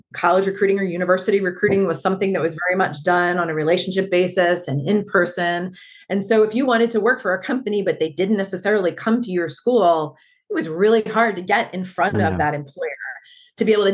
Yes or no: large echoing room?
no